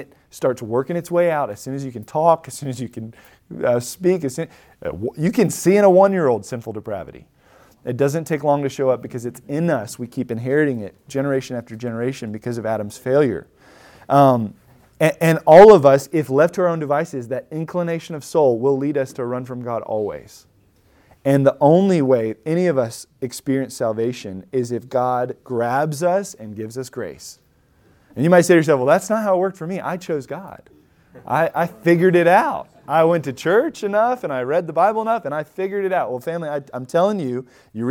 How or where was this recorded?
large echoing room